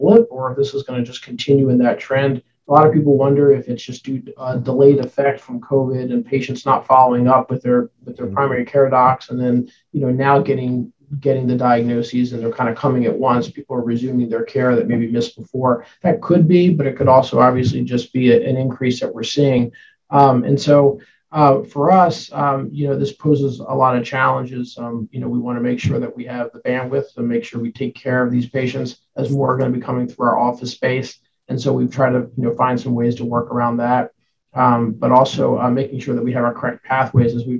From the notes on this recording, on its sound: derived from an episode of Myriad Live, a recorded open-forum webinar